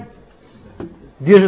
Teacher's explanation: الدال طرف اللسان مع أصول الثنايا أد، ده مخرج صحيح وده اللي قلناه في درس المخارج.